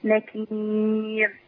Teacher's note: الراء الموقوف عليها اللي قبلها ياء مرققة